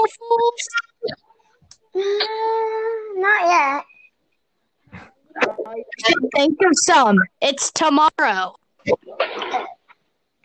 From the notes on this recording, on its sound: Apologies for the sound quality of the recording